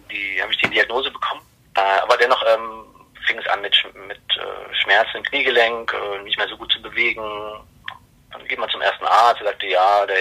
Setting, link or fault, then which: link, phone line